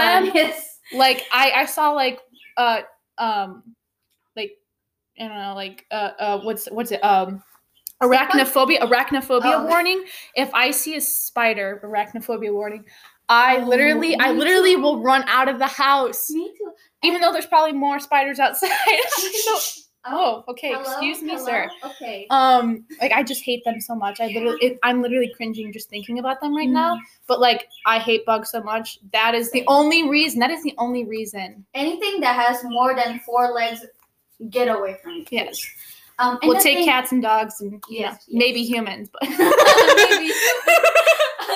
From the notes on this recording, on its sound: I apologize for the poor microphone quality